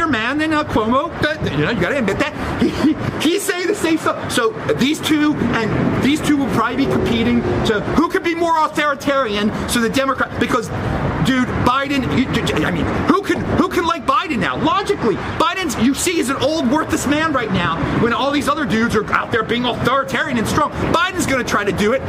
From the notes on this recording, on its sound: On the streets of LA! Recorded outside in East Hollywood!